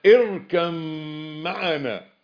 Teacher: إضغام الباء في الميم